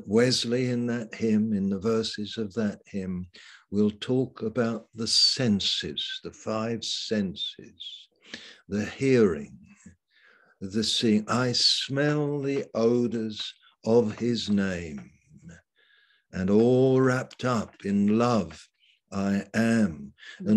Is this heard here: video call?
yes